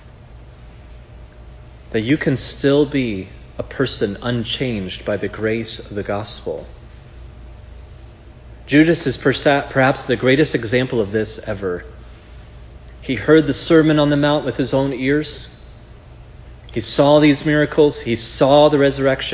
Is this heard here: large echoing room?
yes